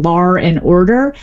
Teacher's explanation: There are two different kinds of inserted R's we get. The linking R, which is an extra R we find in dialects that typically drop the R, and New York is one of those, British English is another, and that is where you get lar and order.